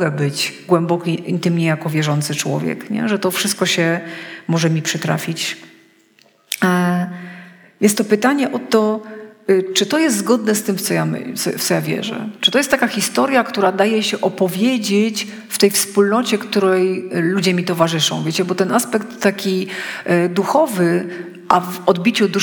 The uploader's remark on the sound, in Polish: Wykład zarejestrowano w trakcie konferencji młodzieżowej "Trudne sprawy", która odbyła się 26 listopada 2022, w Gminnym Ośrodku Kultury w Pawłowicach.